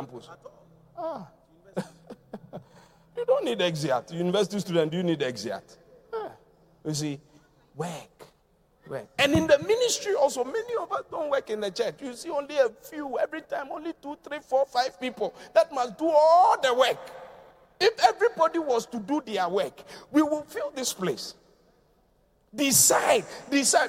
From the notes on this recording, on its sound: Preached at The Qodesh. Encounter Service.